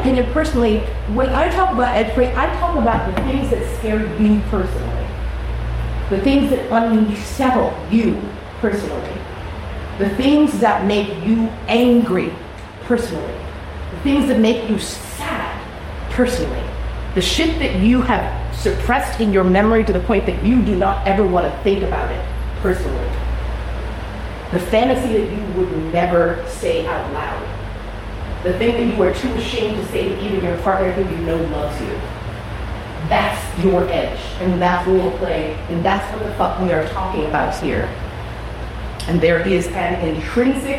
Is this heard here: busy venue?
yes